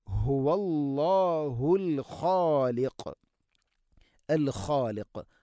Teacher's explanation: ഹഇൻ്റെ ഉച്ചാരണം ശ്രദ്ധിക്കണം, തൊണ്ടയുടെ താഴേ ഭാഗമാണ് ഹ. ഹുവല്ലാ, ഹുവല്ലാ എന്ന് പറയരുത്.